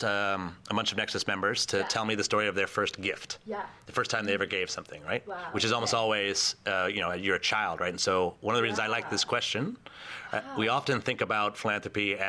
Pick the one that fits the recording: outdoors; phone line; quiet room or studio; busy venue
busy venue